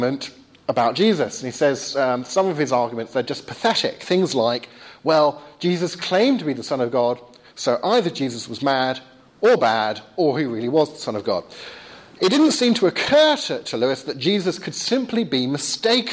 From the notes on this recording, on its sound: Second part of a lecture delivered at St. Michael's College, Cardiff.